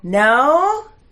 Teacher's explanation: And the accent's on the last syllable.